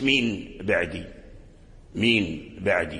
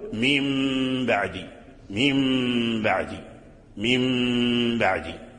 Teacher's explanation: فلا تدغم الميم الساكنة عند الباء، وكذلك لا تظهرها إظهارا كاملا، فتخفيها عند الباء، ثم تكون فيها غنة، غنة تخرج من الأنف · Shown in: second take · فتقول ميم بعدي، ميم بعدي، ميم بعدي. · Term: الإخفاء